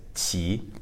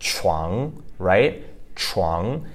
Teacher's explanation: And then the second syllable, chuang, right, chuang, that's using the CH sound, which is kind of less of a clean sound and more air escaping your mouth and the rounded lips · Shown in: second take